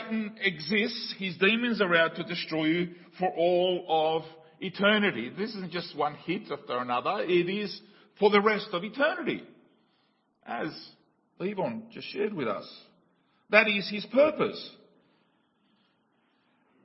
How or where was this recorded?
large echoing room